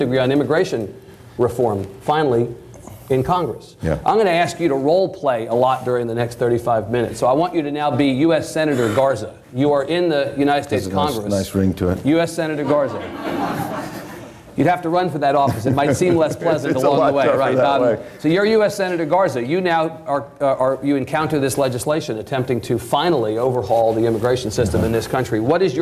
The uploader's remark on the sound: This event was recorded before a live audience in Austin.